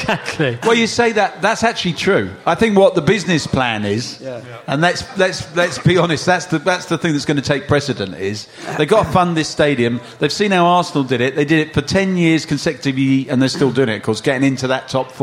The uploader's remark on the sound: We bring you tonight's show live from the 100 Club on Oxford St